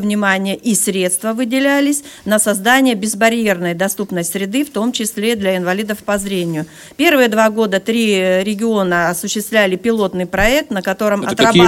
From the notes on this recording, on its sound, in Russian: Полную запись расширенной пресс-конференции. В пресс-центре издания Федерального Собрания Российской Федерации «Парламентская газета».